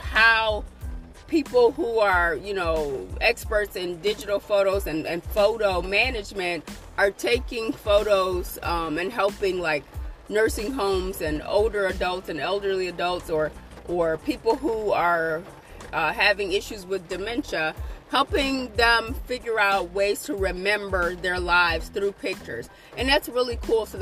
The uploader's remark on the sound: I apologize in advance for the background noise!